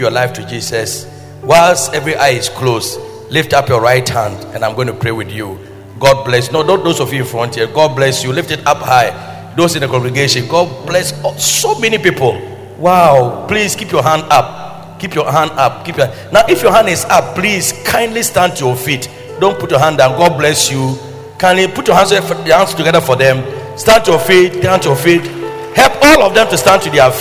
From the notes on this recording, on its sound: Preached at Loyalty House, Abbey, Dahwenya